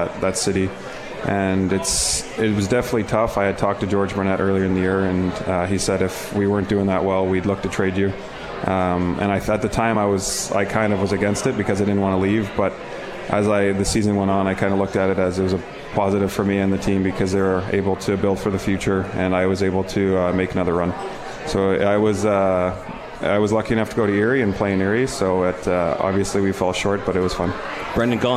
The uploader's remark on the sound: live from The 72 Tavern